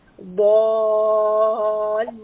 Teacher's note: So we are pulling this for six count. Because bad is heavy, the alif is also heavy. Ballin. And because lam has a shadda, we are connecting the a sound to the lam.